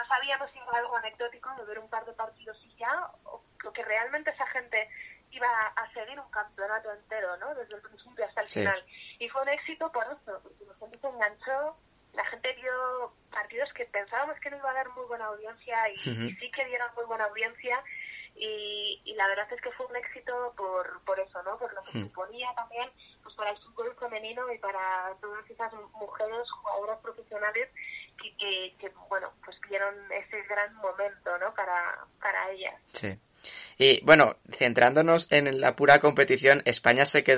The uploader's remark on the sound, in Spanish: En TriYournal hemos podido tener una más que interesante conversación telefónica con ella.